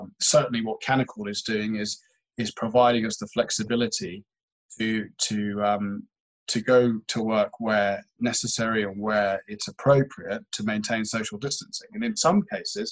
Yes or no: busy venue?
no